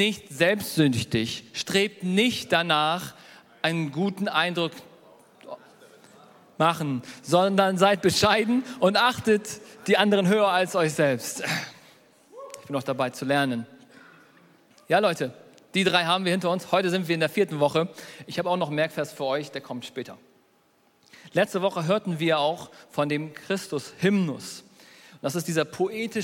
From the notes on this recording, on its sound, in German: Predigt der hoop Kirche.